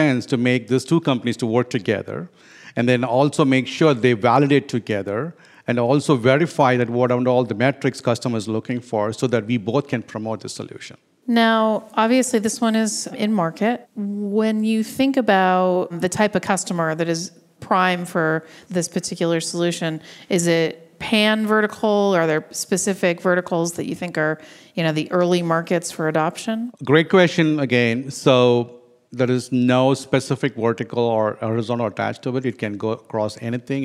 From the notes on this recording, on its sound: live from HPE Discover 2017 in Madrid